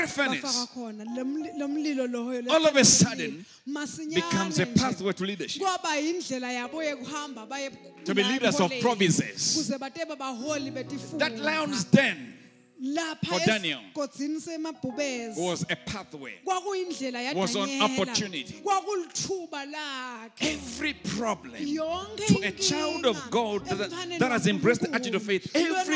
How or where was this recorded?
live audience